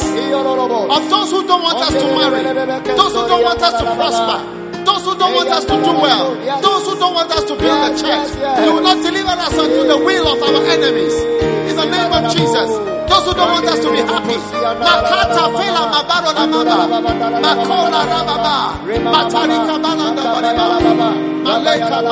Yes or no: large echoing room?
yes